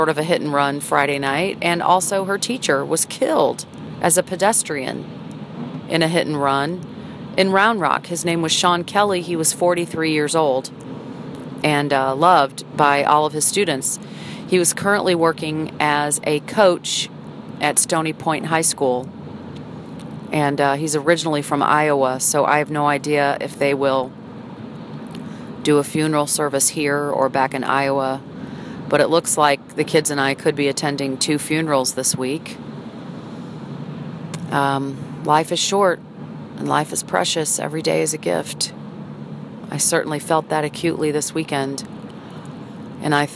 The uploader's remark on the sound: records a daily audio journal while driving her car